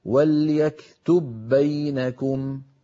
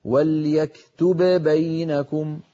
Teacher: لاحظوا بأن الباء الأولى أدغمت في الثانية يعني دخلت فيها، فأطبقنا الشفتين على باء ساكنة غير مقلقلة وباعدناهما عن باء مفتوحة · Shown in: first take · والأصل في الإظهار أن نقول وليكتب بينكم، وهذا لا يفعله أحد من العرب أبدا. · Term: الإدغام